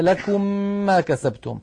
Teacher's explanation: كذلك عندما أدغمنا ميما في ميم كقوله تعالى لكم ما كسبتم، أدغمنا الميم من كلمة لكم في كلمة في الميم من كلمة ما كسبتم، فنشأ عندنا ميم مشددة، وقلنا سابقا إنه لابد من تطويل غنتها حتى تصبح أكمل ما تكون